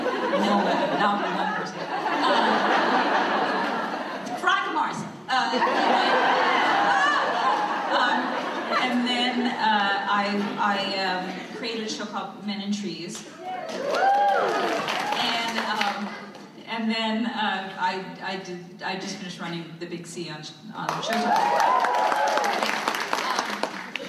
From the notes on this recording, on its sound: Recorded at ATX Television Fest in June 2015.